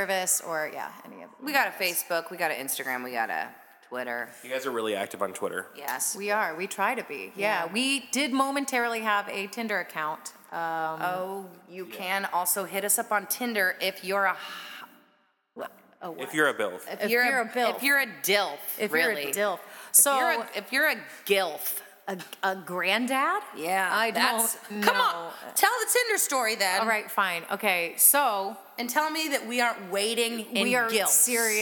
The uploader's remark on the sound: interview recorded backstage at Subterranean